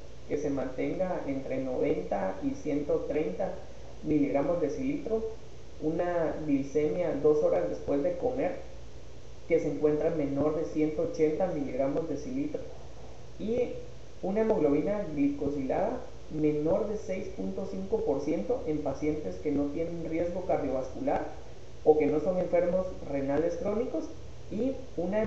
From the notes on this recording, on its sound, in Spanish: Con algunas dificultades de audio